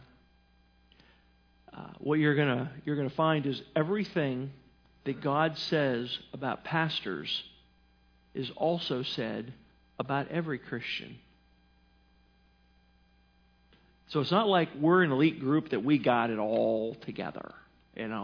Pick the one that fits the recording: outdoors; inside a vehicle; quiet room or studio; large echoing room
large echoing room